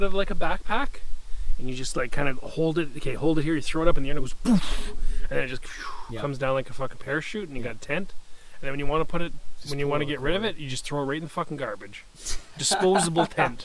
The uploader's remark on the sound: This week's episode was originally recorded in the summer under a gentle breeze and sunny skies